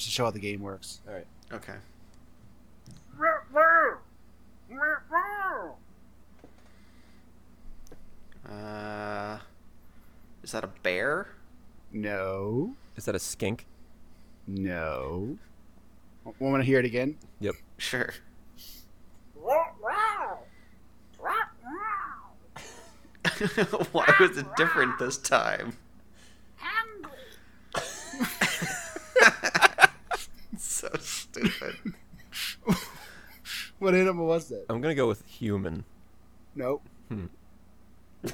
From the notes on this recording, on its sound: There are more animal noises than usual in this week's TZ.